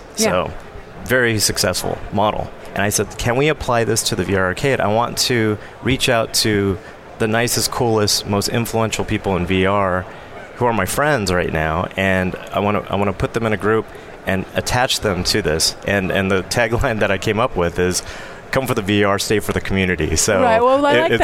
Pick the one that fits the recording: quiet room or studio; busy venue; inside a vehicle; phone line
busy venue